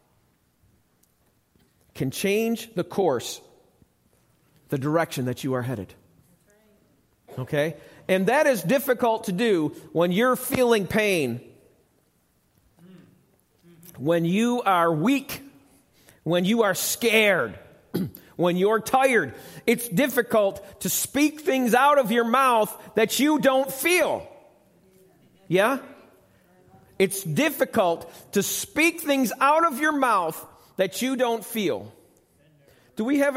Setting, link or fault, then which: setting, large echoing room